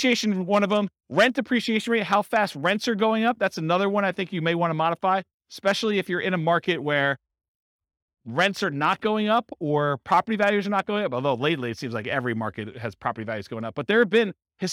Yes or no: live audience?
yes